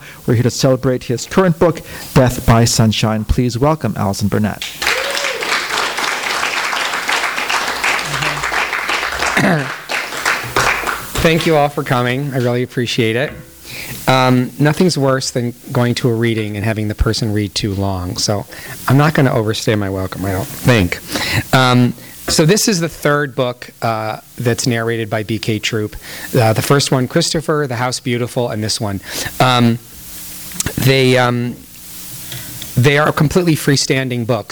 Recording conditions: live audience